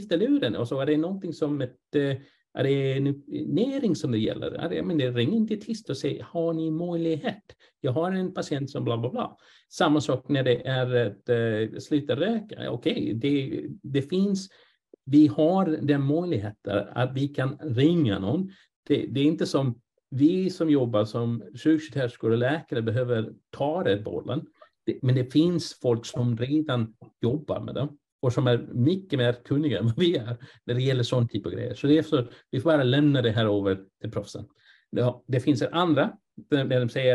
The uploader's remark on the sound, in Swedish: Ljudinspelningen från SOF:s webbinarium